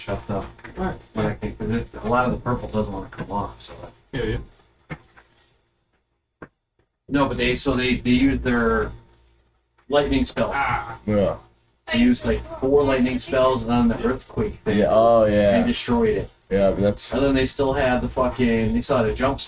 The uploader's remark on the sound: Sorry for the audio quality on this one